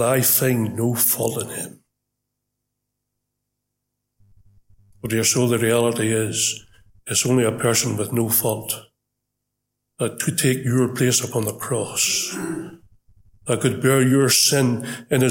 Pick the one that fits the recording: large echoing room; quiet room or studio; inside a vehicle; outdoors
large echoing room